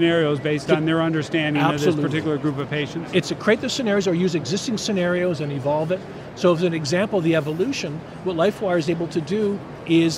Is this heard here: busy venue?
yes